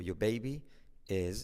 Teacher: Mira cómo digo your, omito la R.